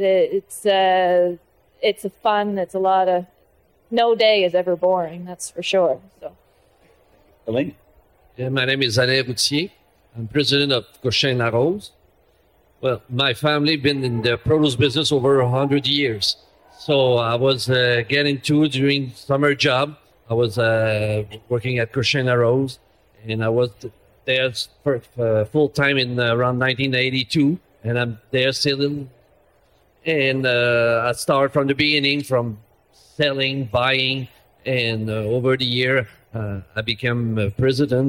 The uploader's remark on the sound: LIVE from the CPMA Trade Show Floor. We go back to the Learning Lounge in Montreal.